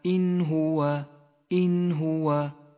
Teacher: حكم الإظهار في قوله تعالى إن هو إن هو: النون الساكنة تظهر إذا جاء بعدها حرف الهاء من غير غنة أو تشديد